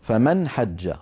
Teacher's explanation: محبوس، وليس الرجيم رخوة كما نحن معتادون في العاميات. فمن حج نون ساكنة بعدها حاء، والنون الساكنة أتى بعدها حاء تظهر، فنقول فمن حج على طول، فمن حج، ولا نقول فمن